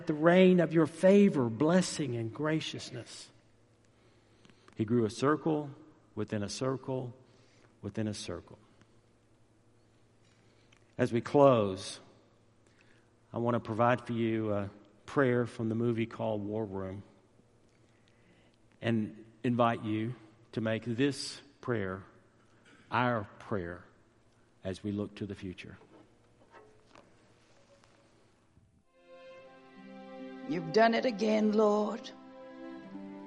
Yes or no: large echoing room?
yes